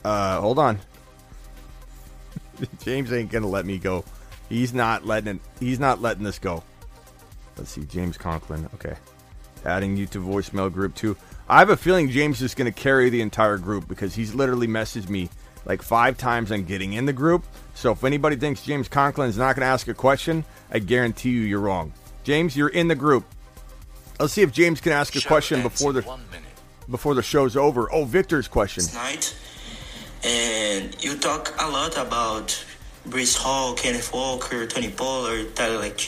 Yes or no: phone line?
yes